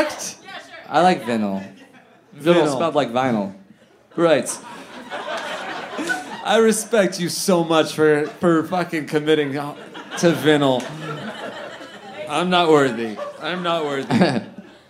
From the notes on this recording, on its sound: live at Resident in Downtown LA!